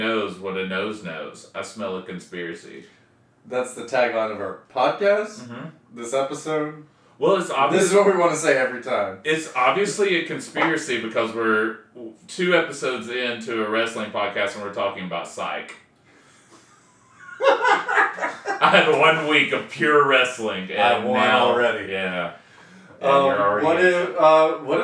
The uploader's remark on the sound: Please be patient with us as the sound quality improves.